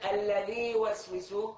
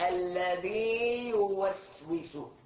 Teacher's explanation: هون دخلنا الياء بالياء، هذا خطأ · Shown in: first take